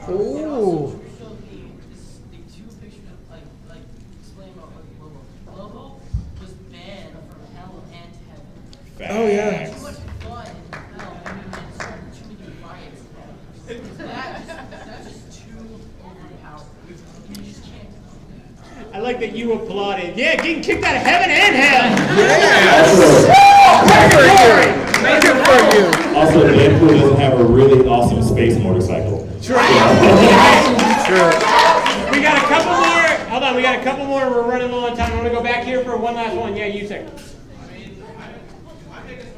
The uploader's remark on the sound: Phoenix Fan Fusion. We let the audience decide!